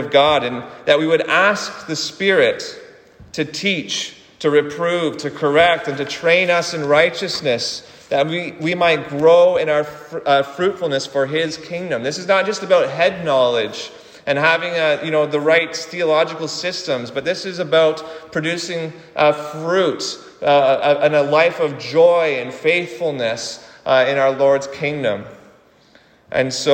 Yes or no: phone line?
no